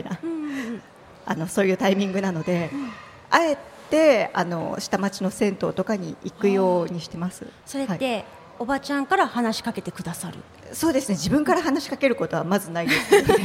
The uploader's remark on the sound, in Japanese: スパメッツァおおたか 竜泉寺の湯」にて行われた番組初の公開録音イベントの様子をお届け！